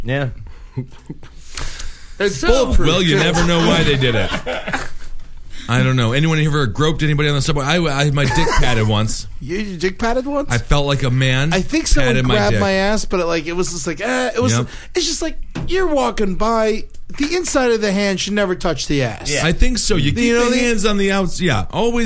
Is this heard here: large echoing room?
no